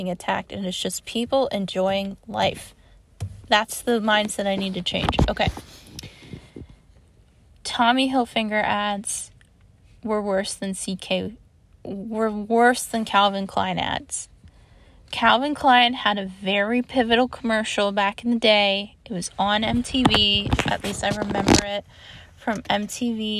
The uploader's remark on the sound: Recorded in my car in front of an apartment complex after a day of driving around Oklahoma.